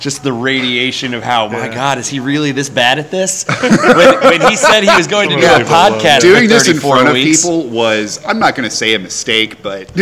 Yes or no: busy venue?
yes